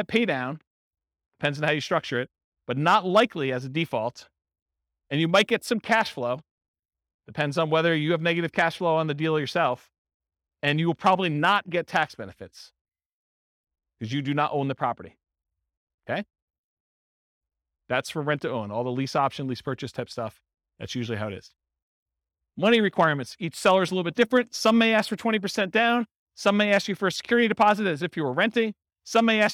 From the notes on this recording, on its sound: This was a live class recorded to give investors a solid qualitative overview of all the different real estate investing strategies. Cape Coral, Florida.